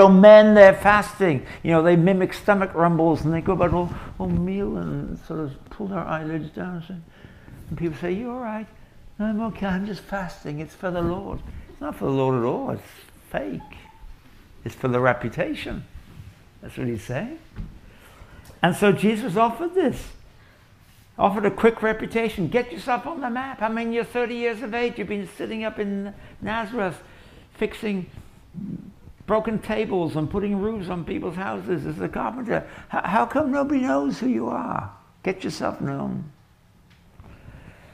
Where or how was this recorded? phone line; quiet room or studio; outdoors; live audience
live audience